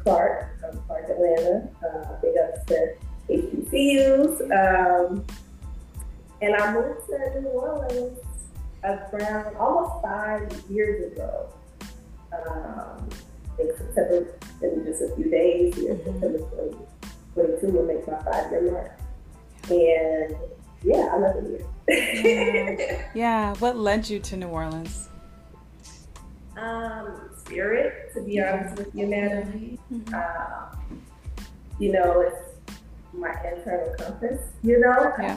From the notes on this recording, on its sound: The Freedom House Museum here in New Orleans. In this first episode we had some audio issues.